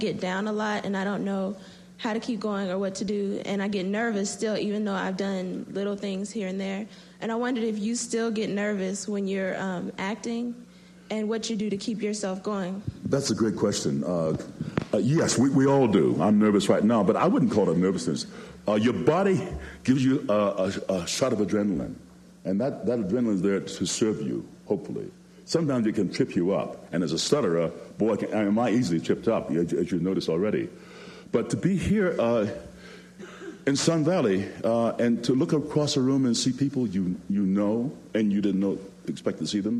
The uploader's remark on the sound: recorded at the Academy of Achievement's 1996 Summit in Sun Valley, Idaho